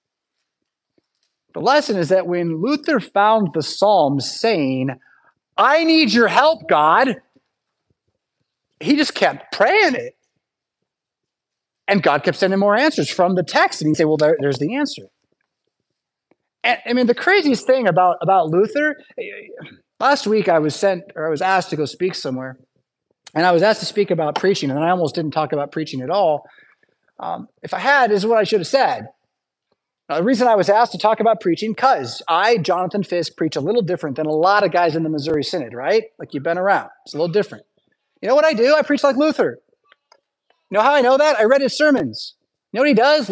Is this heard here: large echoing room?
yes